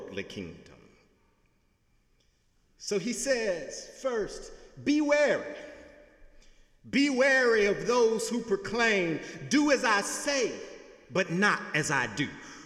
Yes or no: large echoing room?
yes